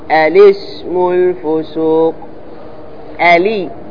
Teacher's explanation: الابتداء بهمزة الوصل مفتوحة وكسر اللام